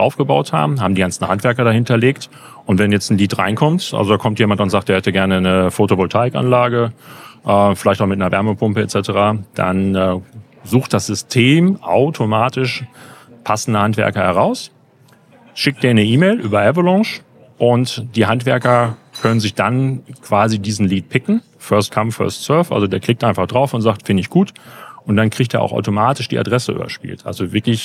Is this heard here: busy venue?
yes